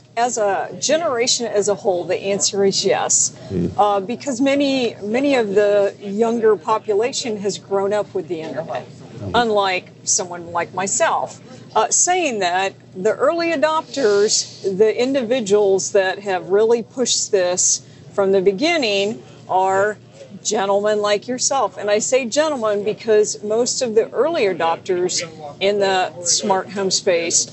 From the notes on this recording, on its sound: live from DistribuTECH 2020 in San Antonio